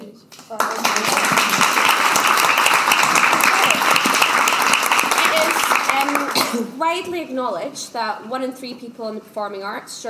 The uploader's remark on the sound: Industry Minds x Bumble LIVE Podcast Event. Industry Minds and Bumble UK team up to bring you a live podcast.